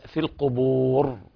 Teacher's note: أيضا في القبور الوقف على الراء بالتفخيم، ويلاحظ عدم مد العارض السكون حركتين في بعض الآيات ومدها في البعض بأربع حركات أو ست كما نقول القبور.